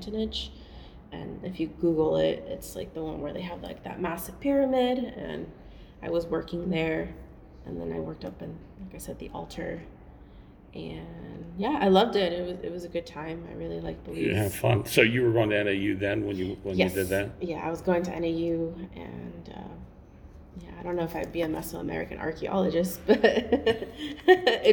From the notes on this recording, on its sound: at the Three Corners Archeology Conference at University of Nevada Las Vegas